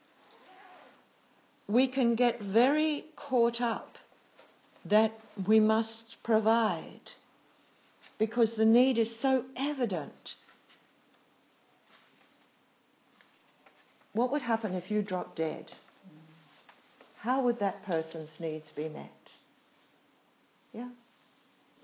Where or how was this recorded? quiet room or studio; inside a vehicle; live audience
live audience